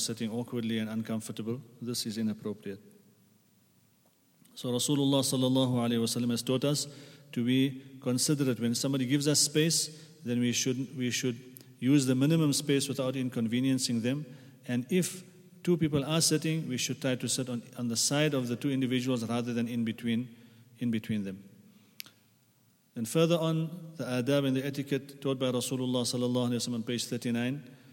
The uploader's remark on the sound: at the Houghton Masjid (West Street)